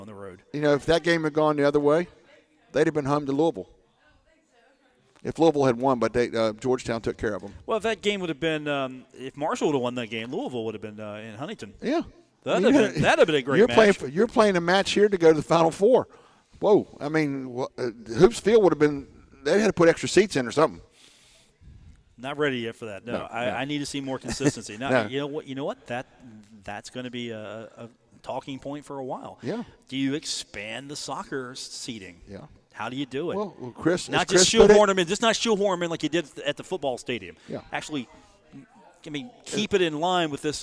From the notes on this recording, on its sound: broadcast from the Union Pub & Grill at 1125 4th Ave in Huntington for today’s broadcast